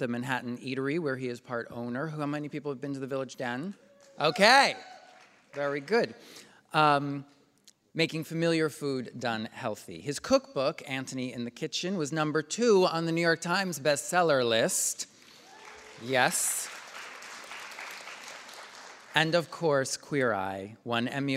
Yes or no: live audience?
yes